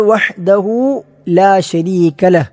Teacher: വഹ്ദഹു ഹ എന്നുള്ളത് തൊണ്ടയുടെ മധ്യഭാഗത്തു നിന്ന് പുറപ്പെടുന്ന അക്ഷരമാണ്, ഹ താഴ്ഭാഗത്ത് നിന്നുള്ളതാണ്.